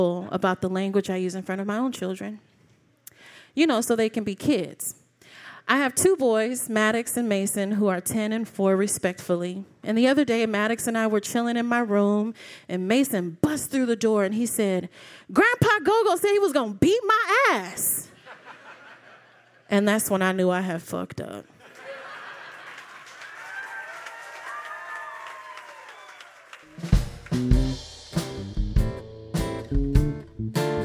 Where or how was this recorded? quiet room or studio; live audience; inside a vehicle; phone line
live audience